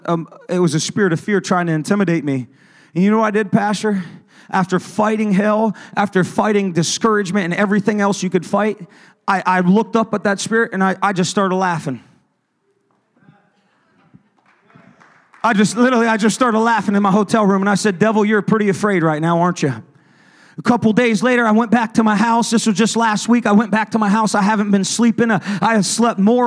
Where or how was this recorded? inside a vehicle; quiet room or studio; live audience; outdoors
live audience